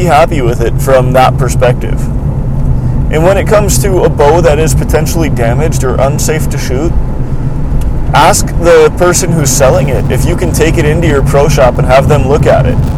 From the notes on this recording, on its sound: I do apologize for this being another episode recorded in my car, which makes it tougher to control audio and production quality.